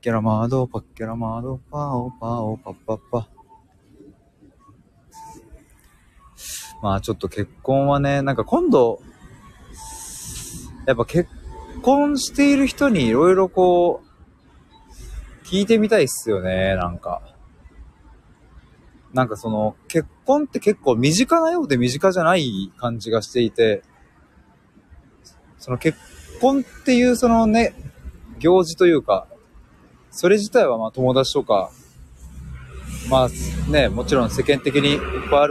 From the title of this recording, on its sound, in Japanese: 駅まで歩きながら！